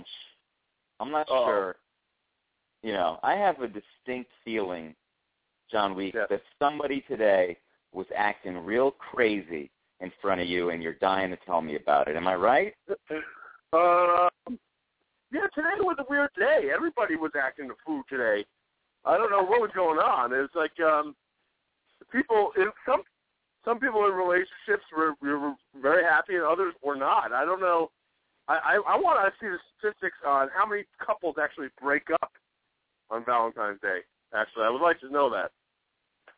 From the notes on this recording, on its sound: It's a Friday night call-in show on Valentine's Day!